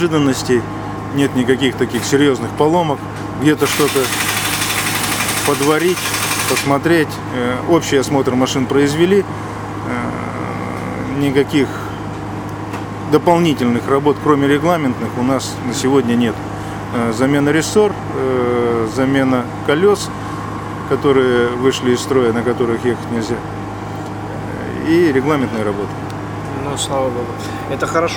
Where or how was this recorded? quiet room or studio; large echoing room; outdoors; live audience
outdoors